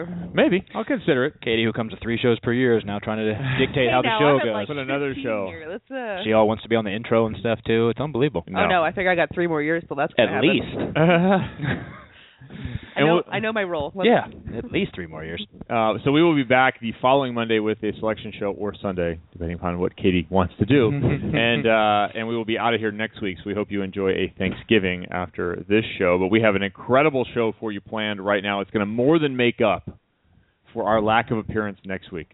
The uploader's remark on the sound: will be calling